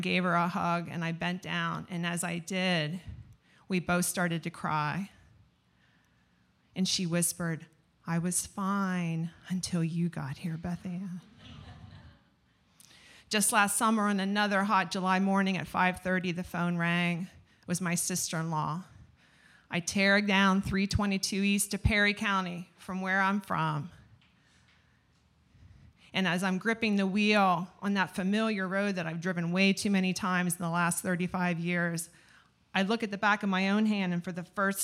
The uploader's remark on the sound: Where we feature select stories from our monthly open mic storytelling events in York, Pennsylvania. Ten storytellers shared their stories with our audience at Archetype Pizza in downtown York.